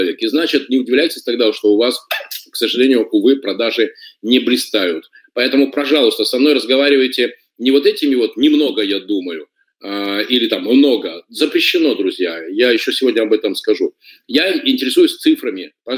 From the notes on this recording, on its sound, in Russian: Запись вебинара.